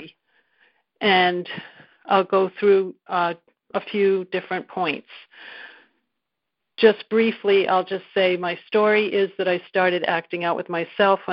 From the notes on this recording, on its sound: 2019 New Years Day Phone Conference